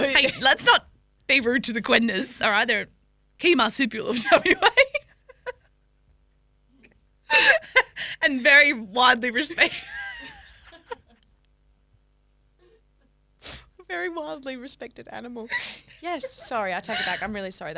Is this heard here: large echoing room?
no